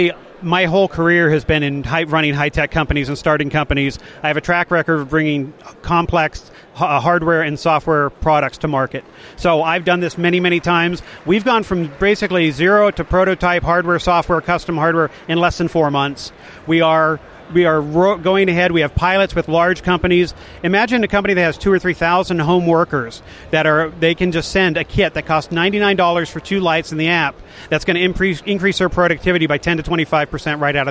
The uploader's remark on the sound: Freedom Fest Interviews Part Two